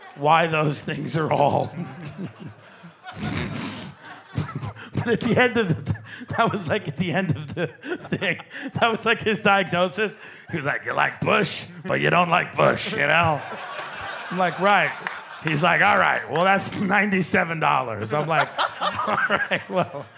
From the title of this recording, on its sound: Live From Cleveland